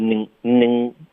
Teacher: 你发的带了一点鼻音，变成 ning, ning,音，有一点后鼻音了